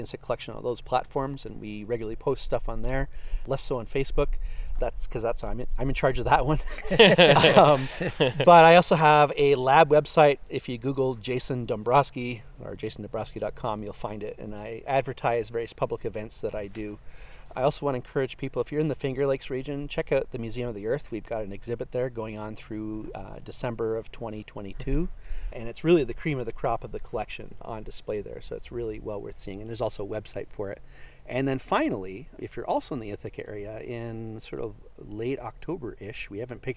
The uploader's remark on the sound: The guys wrap up their behind-the-scenes tour of the Cornell University Insect Collection. Takes them out into the woods for some nighttime mothing! This episode was recorded on July 2-3, 2022 at the Cornell University Insect Collection in Comstock Hall at Cornell University and at Steege Hill Nature Preserve in Corning, NY.